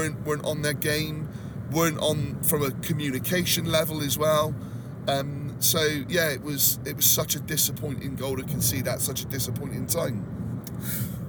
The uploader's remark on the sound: We recorded this pod on the way home from Sheffield to kill a bit a time.